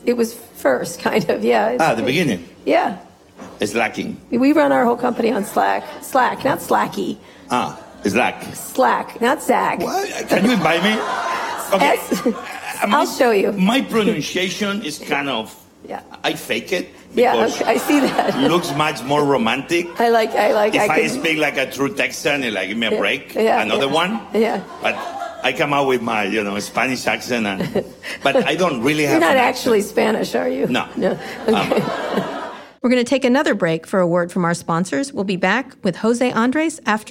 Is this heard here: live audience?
yes